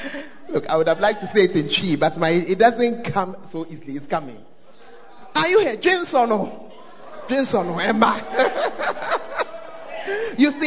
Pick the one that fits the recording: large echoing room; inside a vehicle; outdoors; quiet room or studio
large echoing room